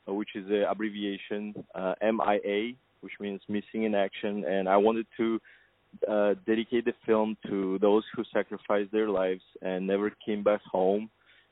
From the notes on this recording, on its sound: On the phone